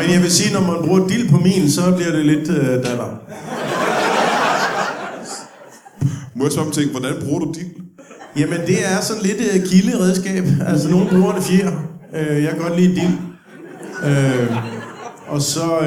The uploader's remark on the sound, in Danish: LIVE fra Vejle.